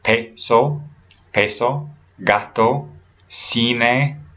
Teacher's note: tense, short vowel sounds that are not diphthongs when pronouncing the majority of Spanish words.